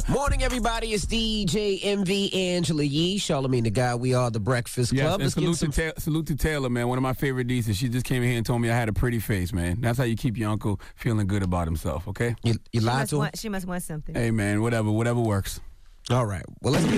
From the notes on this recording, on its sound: We opened up the phone lines.